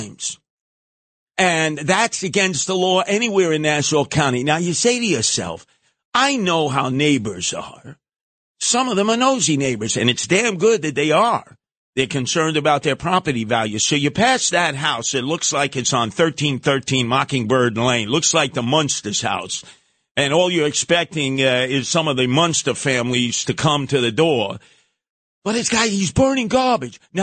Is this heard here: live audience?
no